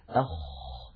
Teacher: من أولى صفاته أنه مهموس، يعني يجري معه النفس، أخ، فلا بد من إجراء هذا الهمس الذي هو جريان النفس. أيضا الخاء حرف رخو، يعني قابل للتطويل، يجري معه الصوت، أخ، جربوا هكذا، أخ، تجدون بأن الخاء في هناك معها هواء يجري، وصوتها أيضا قابل للتطويل، فهي حرف رخ.